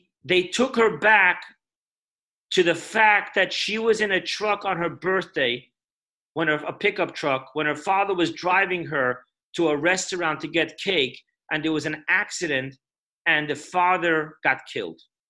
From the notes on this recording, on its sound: Zoom Parsha Class